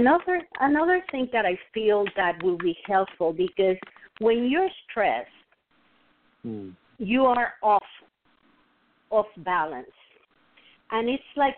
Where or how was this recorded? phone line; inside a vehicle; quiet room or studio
phone line